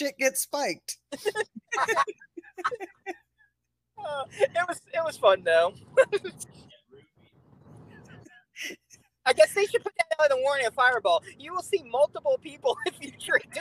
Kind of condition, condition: setting, inside a vehicle